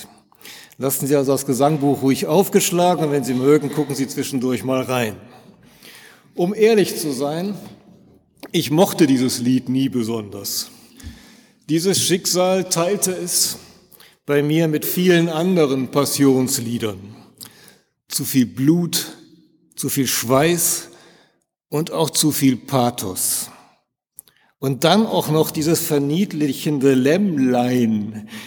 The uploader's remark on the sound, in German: in der Martin-Luther-Kirche, Detmold im 10 Uhr Gottesdienst